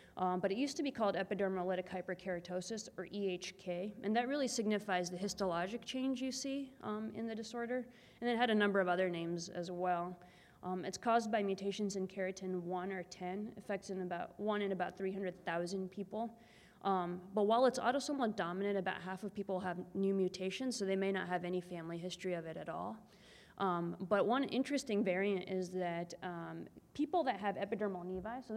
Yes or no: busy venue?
yes